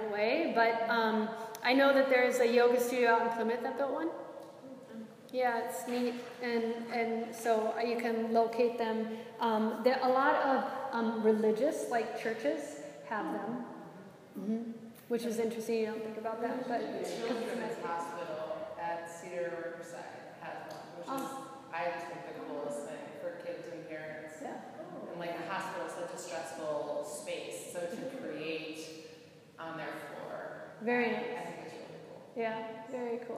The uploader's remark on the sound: This is a live excerpt of a recording from a Yoga Enrichment Workshop for a group of wellness professionals